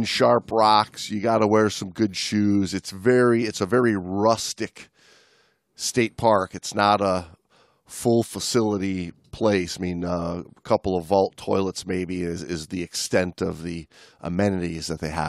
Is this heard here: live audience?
no